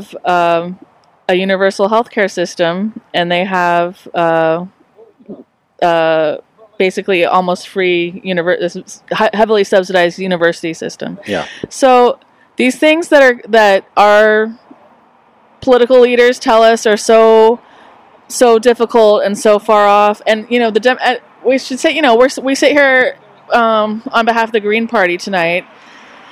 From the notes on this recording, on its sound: We were located outside the UTRGV Edinburg campus where Democrat … and Republican … were performing their one and only so-called “debate”.